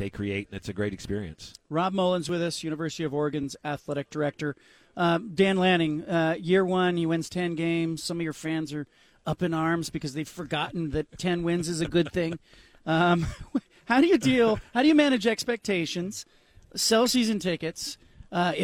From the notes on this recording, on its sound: From Pac-12 Media Day in Las Vegas.